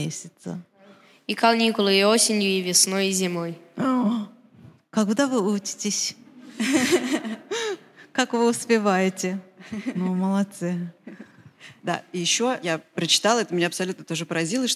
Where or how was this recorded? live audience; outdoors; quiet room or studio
live audience